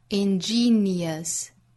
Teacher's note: 后面的 ous 不要读成卷舌的 r，是 schwa sound